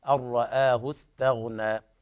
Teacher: فالتاء حرف مستفل مرقق فلا بد من ترقيقه